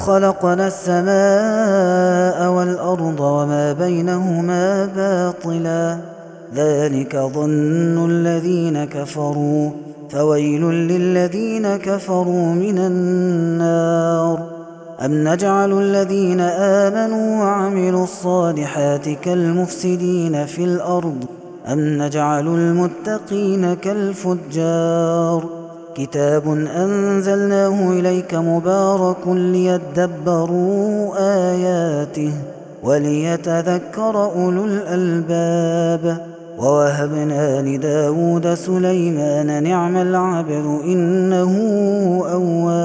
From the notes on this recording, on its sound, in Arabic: هذا التسجيل من صلاة التراويح